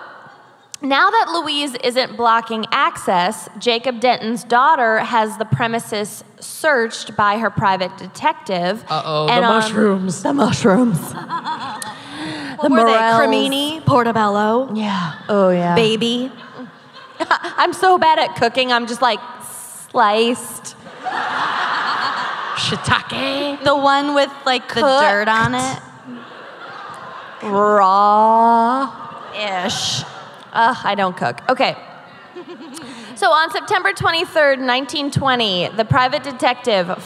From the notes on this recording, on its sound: Live from Dallas. Dallas LIVE.